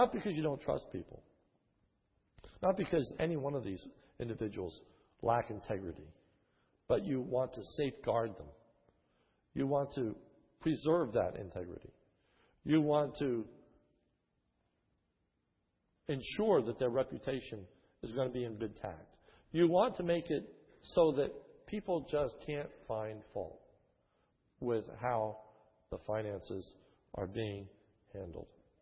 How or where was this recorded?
large echoing room